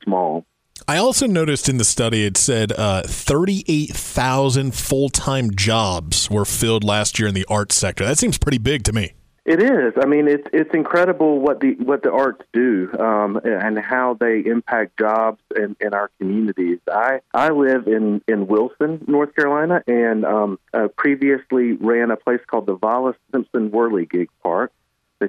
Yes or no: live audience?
no